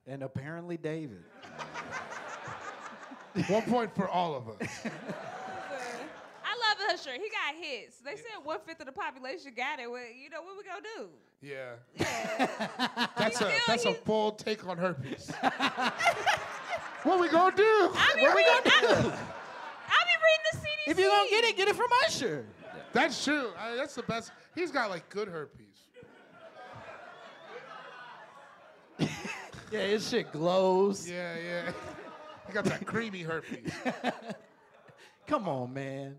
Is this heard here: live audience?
yes